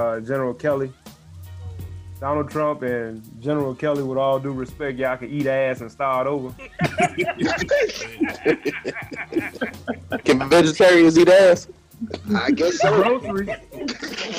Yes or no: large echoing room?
no